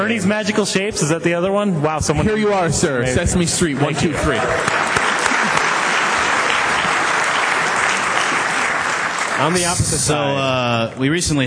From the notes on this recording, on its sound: Retronauts Live: Retronauts Live 4. PAX East 2011.